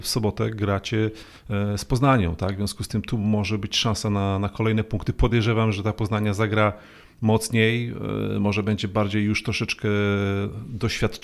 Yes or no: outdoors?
no